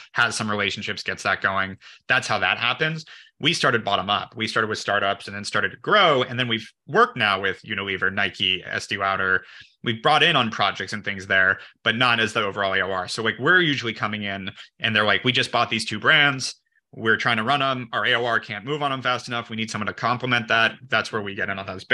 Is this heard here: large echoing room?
no